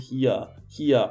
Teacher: o R após uma vogal tem som de A